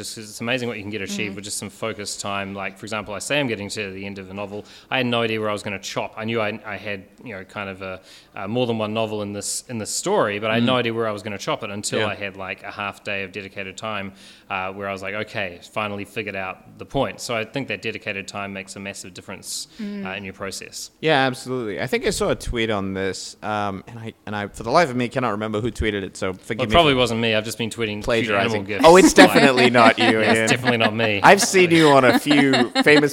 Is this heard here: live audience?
yes